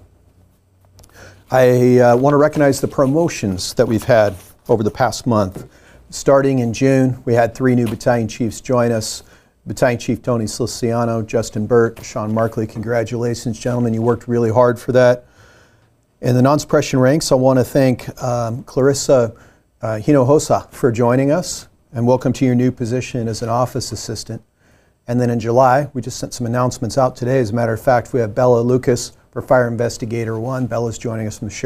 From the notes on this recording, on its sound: Livestream LIVE from the new warehouse location